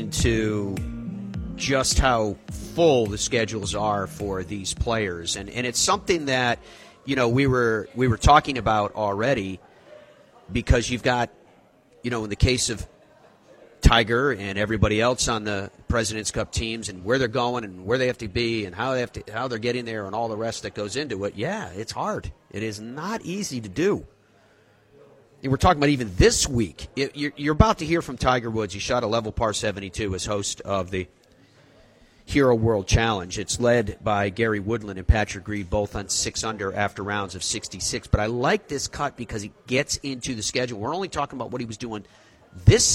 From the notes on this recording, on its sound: Broadcasts live from the PNC Father Son Challenge, an event packed with Hall of Famers.